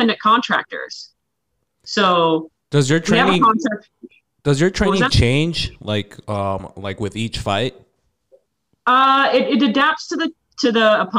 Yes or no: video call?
yes